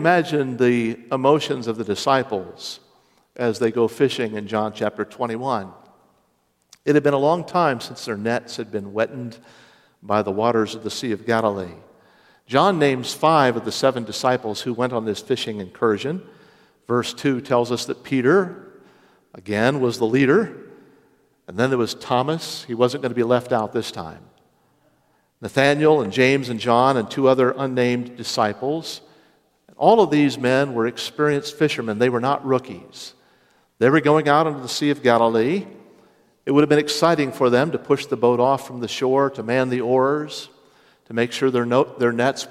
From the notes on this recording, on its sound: Originally preached Sunday morning March 12, 2023.